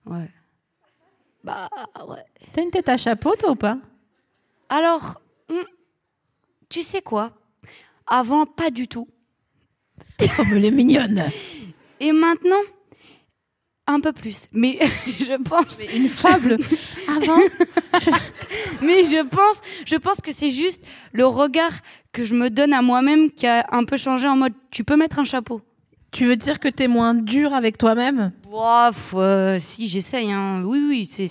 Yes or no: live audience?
yes